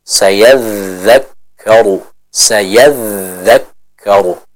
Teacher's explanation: huruf dzal punya sifat apa? Rohawah, artinya suaranya mengalir.